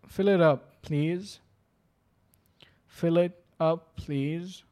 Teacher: هذا الشيء هذا الهمس اللي اسميه في التاء ما بيكون موجود لما تقولها بسرعه